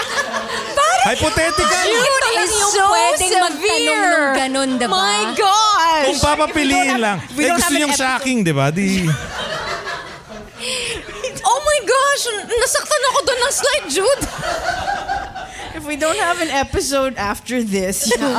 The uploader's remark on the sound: a live audience recording with a few of our closest friends